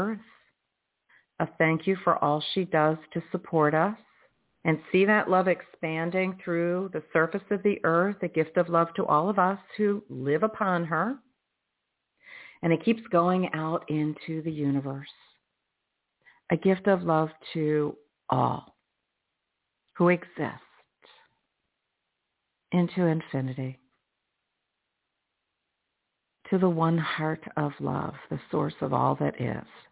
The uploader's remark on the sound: in response to callers' questions